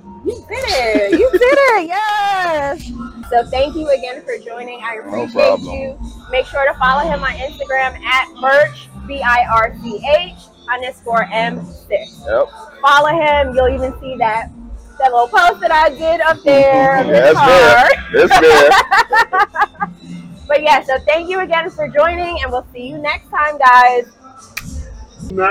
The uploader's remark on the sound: Live from the Nexgen Car Show in Poughkeepsie, NY on 9/3/23!